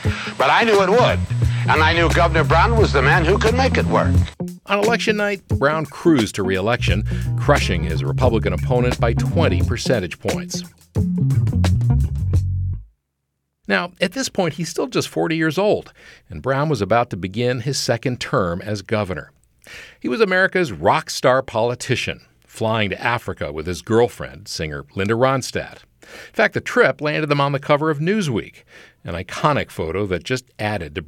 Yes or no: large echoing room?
no